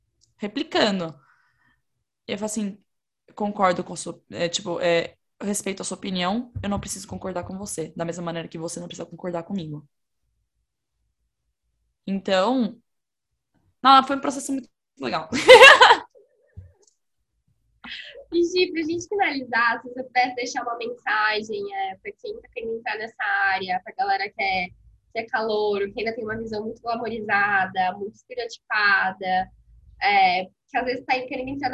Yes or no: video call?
yes